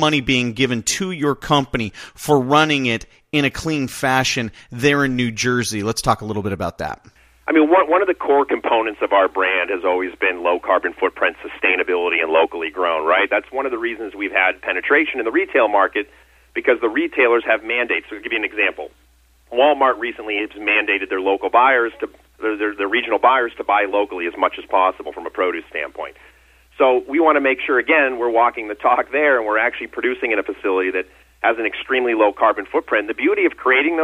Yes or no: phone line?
yes